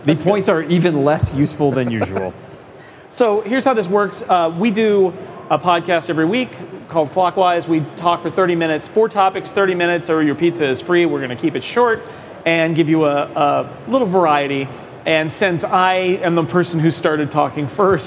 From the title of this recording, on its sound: Live from Macworld/iWorld